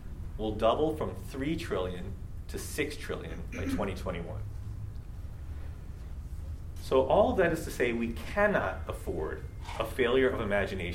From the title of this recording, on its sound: LIVE at the Annual Meeting